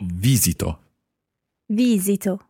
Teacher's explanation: the stress in most of the parts of this verb, at least the first, second and third person singular and the third person plural, is on the first syllable.